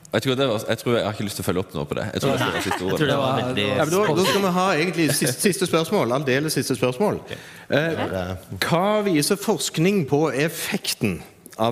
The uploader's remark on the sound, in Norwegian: LIVE FRA NKUL2019. Spillpedagogene ble spilt inn live for en forsamling mer enn gjennomsnittelig teknologiopptatte lærere, ledere og skolefolk.